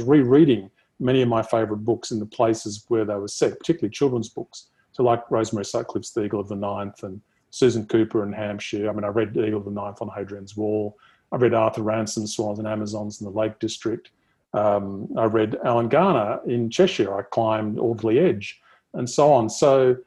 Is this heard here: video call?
yes